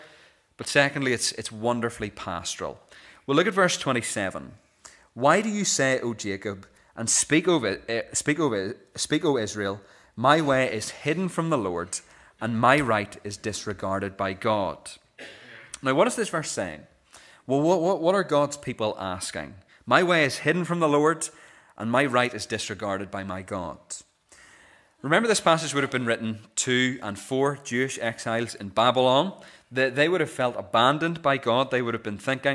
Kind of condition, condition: setting, large echoing room